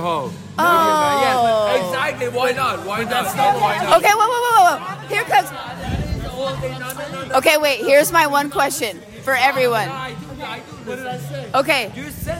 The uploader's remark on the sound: I recently went to Denver for a girl's trip. We were at dinner and me being the podcaster that I am, decided to pull out my phone to record a REALLY good conversation. You will hear that we have dinner, drinks and are very candid about our thoughts.